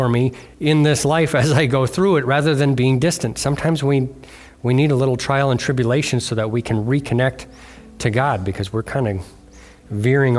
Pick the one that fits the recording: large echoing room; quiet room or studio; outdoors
large echoing room